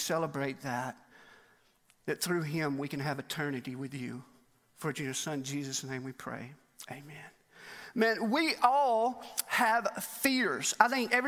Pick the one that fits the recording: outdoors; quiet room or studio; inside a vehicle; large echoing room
large echoing room